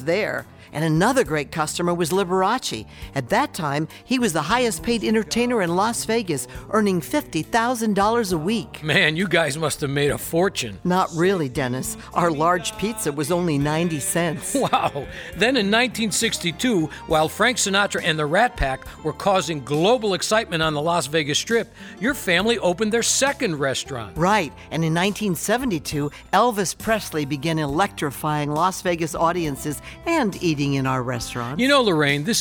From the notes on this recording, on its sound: Live at the South Point Casino